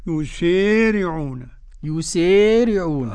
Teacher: قرأ دور الكساء بالإمالة · Term: بإمالة الكبرى